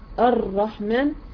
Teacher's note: والراء خارجه بتعمل هذه الارتعاد، الارتعاد دي مطلوبه، ودي اللي بتطلع او بتحسسك ان انت فعلا جبت راء سليم. · Term: صفه التكرير